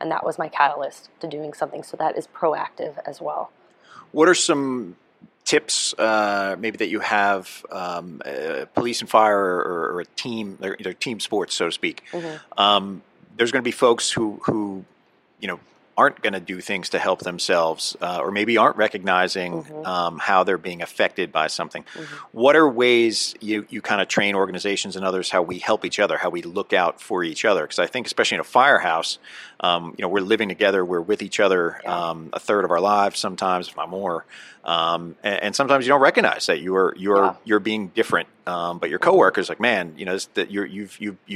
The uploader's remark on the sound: NEP "On Location". At the 2023 NEP "We Need to Talk" mental and behavioral health conference in Las Vegas.